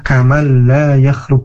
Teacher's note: hukum idgham bila gunahnya ya, tidak ditahan tetapi memang dimasukkan ke huruf yang selanjutnya, kamal la yakhluq misalnya, seperti itu.